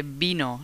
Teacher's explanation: we don't have a V sound, it's all B. Okay. Even if you see a V written.